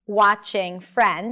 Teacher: watching Friends, stress is on Friends. Notice the R sound here, round your lips, and make sure that the transition between the F and the R is smooth.